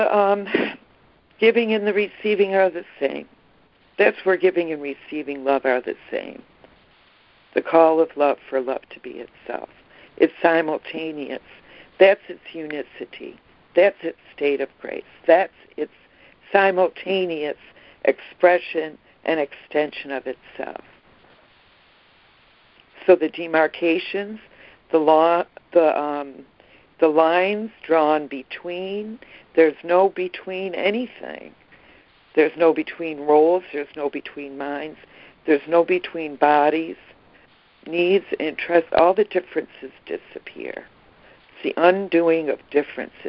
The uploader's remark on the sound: ACIM Daily Conference Call